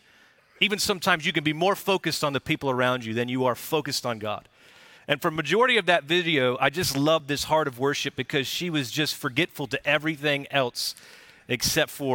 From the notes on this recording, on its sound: Recorded live at Brookwood Church on 5.14.2023